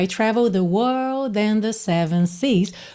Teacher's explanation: E aqui também ela não enrola tanto a língua, né? Fica meio I travel the world and the seven seas, justamente por ter um sotaque mais britânico